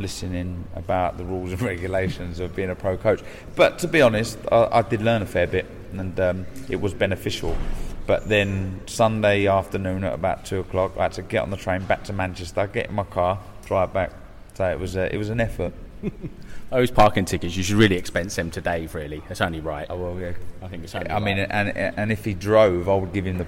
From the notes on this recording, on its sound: We were live at the open workout